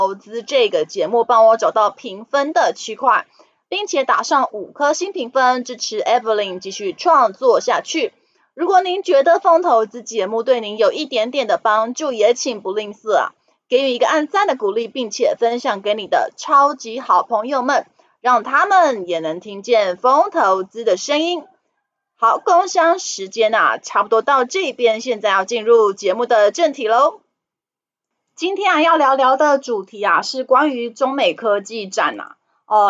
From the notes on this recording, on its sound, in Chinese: 本集有些許雜音，已亟力避免，如有察覺請多多包涵